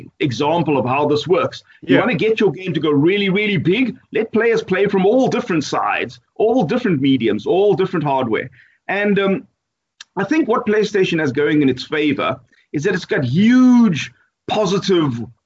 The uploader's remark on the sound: Recorded via Skype